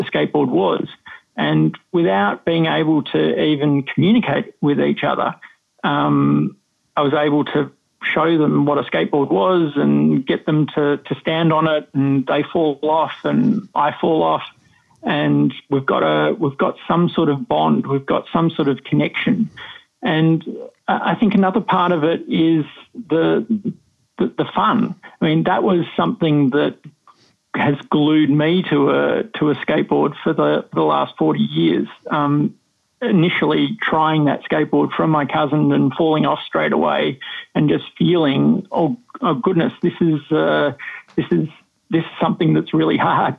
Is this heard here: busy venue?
no